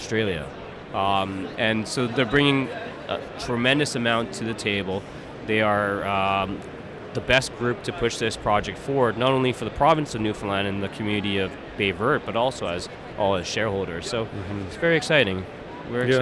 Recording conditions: busy venue